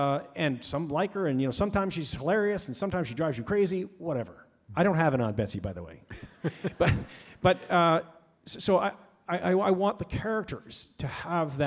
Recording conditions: live audience